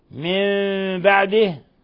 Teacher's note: من بعده إقلاب، نون ساكنة جاء بعدها الباء، الحكم التجويدي إقلاب، حيث قلبنا النون الساكنة ميما مخفى. من بعده إذا وقفنا نقب بالسكون، إذا وصلنا نشبع الكسرة فتصبح ياء.